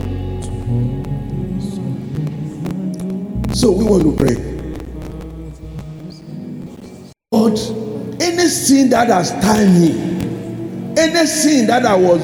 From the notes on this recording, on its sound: Sermon preached at CBC Shiashie Campus